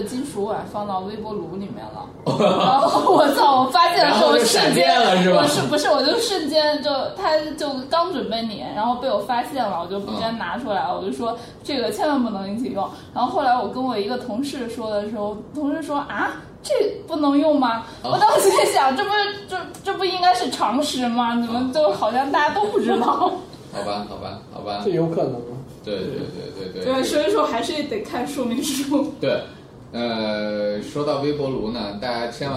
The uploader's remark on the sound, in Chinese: 本期节目为在张大妈办公区用录音笔录制，可能有街道上的杂音，请见谅。